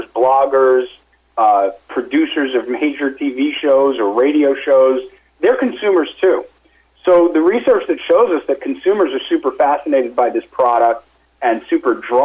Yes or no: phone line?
yes